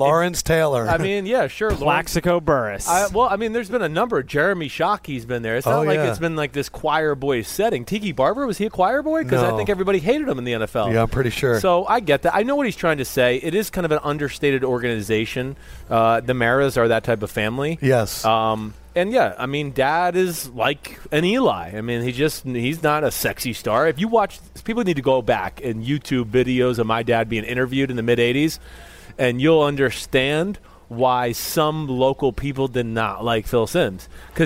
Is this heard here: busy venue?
yes